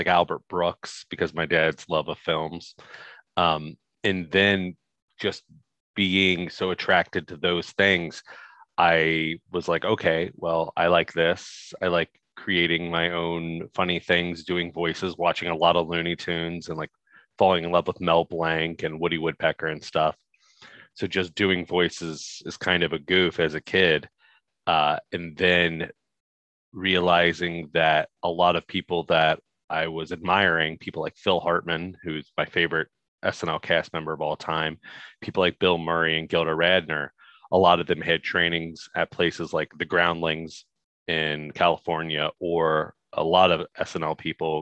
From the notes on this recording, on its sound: This is the original Zoom Audio.